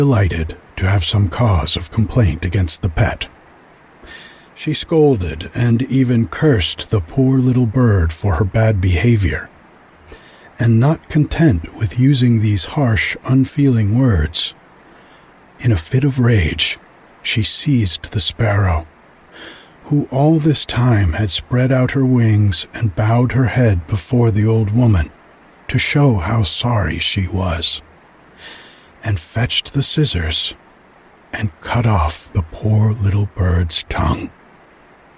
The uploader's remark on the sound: some sounds of nighttime at the creek in the background